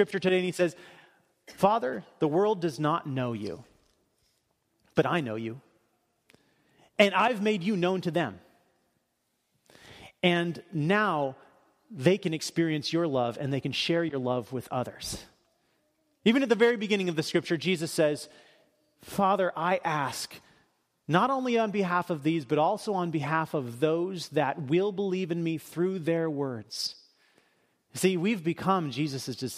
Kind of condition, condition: setting, large echoing room